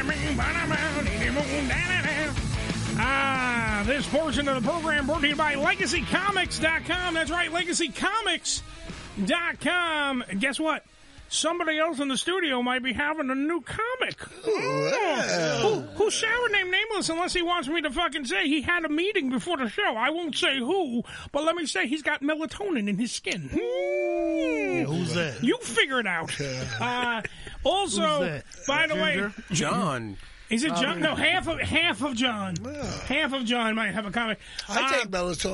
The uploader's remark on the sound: on the phone